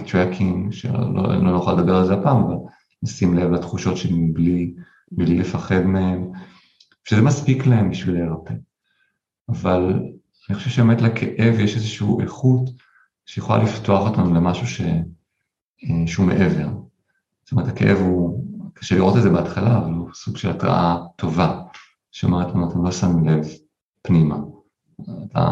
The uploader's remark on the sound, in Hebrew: הראיון הוקלט במסגרת לייב זום בפייסבוק ועבר עריכה לפורמט הפודקאסט.